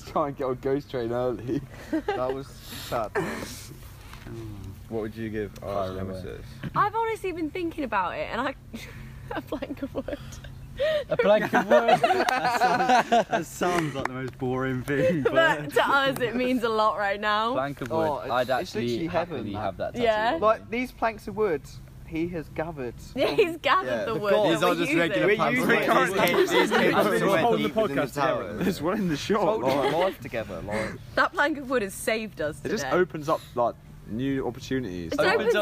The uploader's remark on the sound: On-Location at ALTON TOWERS. LIVE from the Enchanted Village at Alton Towers.